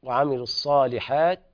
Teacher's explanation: الحاء منفتحة مرققة مستفلة، فالألف تتبعها كذلك في الترقيق